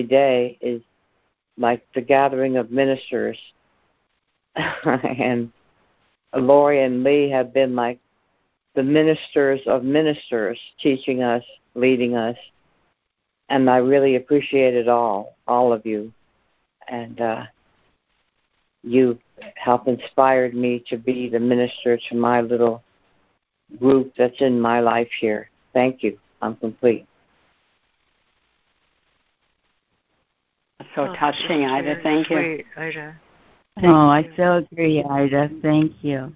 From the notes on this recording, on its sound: ACIM Daily Conference Call